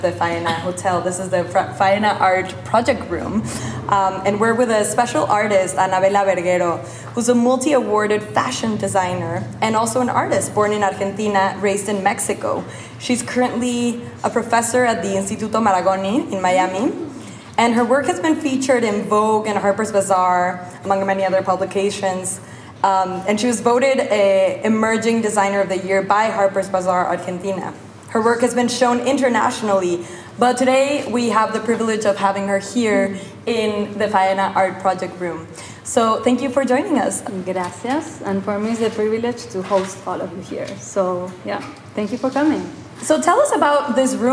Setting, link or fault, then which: setting, live audience